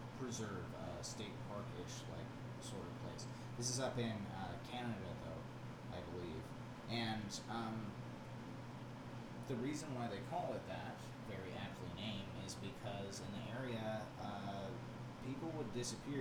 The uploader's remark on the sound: The audio quality in this episode is not improved as stated in the podcast, next week's recording will contain highly improved audio with the correct set up of our new Mic! Poor editing.